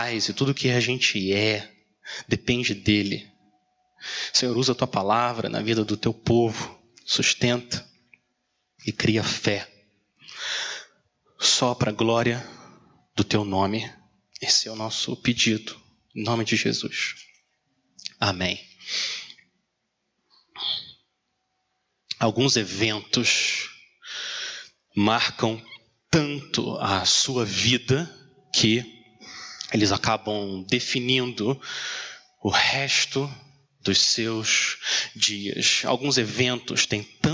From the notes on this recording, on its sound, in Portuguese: Mensagem gravada na Igreja Batista Jardim Minesota